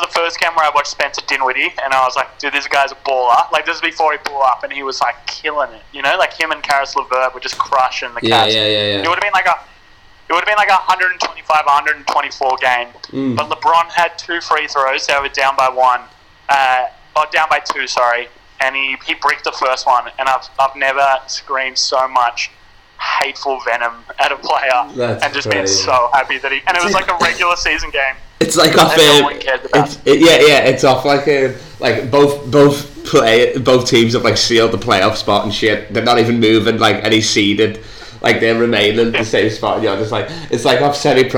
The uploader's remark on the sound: This week we have our first call in guest